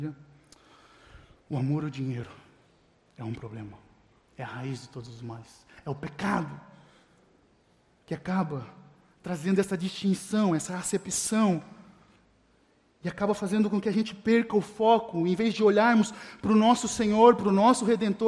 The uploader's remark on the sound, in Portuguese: Mensagem gravada na Igreja Batista Jardim Minesota